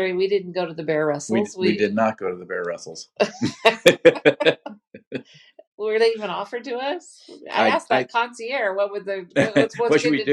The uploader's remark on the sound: We had a problem with the audio file.